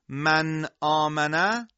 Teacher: اول اینکه نون ساکنه باید کاملا ساکن و بدون حرکت باشه. باید از قلقله نون ساکنه پرهیز کنیم